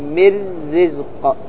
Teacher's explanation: تتحول النون من مخرجها إلى مخرج الراء، ويكون النطق براء مكسورة مشددة بعد الميم · Term: إدغام